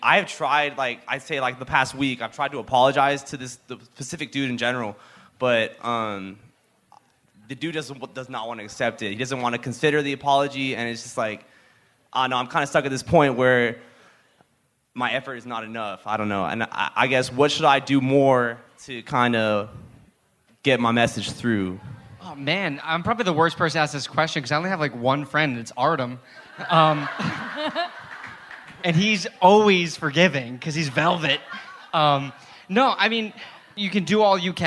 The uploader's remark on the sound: live show